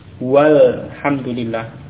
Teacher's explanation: Hamzahnya pada alif lam tidak diucapkan ya. Wawu langsung ke lam. · Term: hamzah wasal